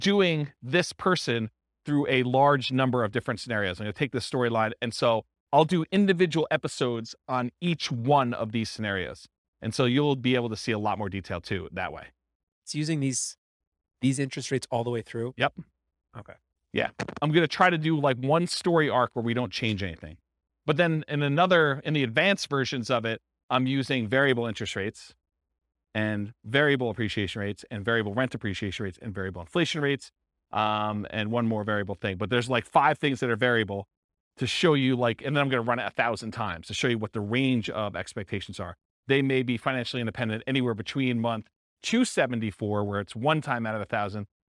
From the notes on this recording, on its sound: This was a live class recorded